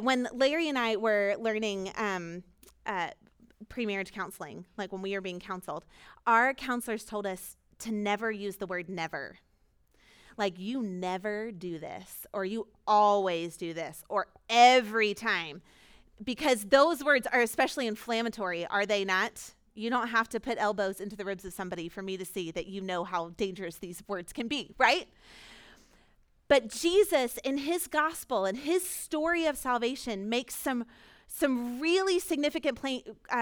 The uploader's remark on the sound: Recorded at our Sunday gathering on April 24, 2022.